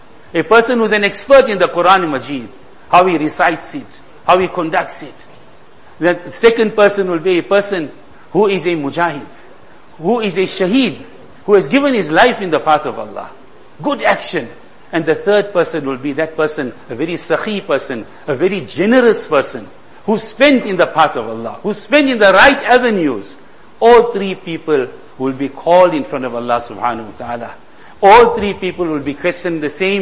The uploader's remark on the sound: Jumuah lecture